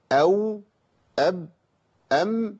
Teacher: وبيخرج من ما بين الشفتين الواو والباء والميم